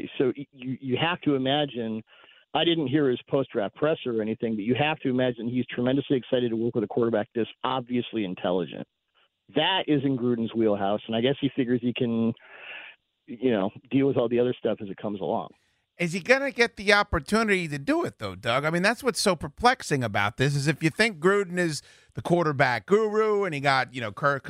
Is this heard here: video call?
no